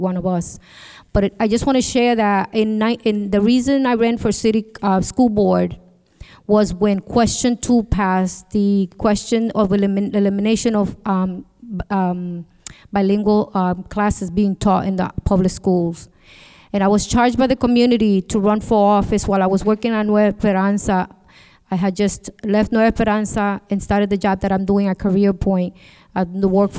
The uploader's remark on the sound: On this special broadcasting of the Holyoke City Council Ward Candidates Forum, at Kelly Elementary School, recorded on November 1st, 2017.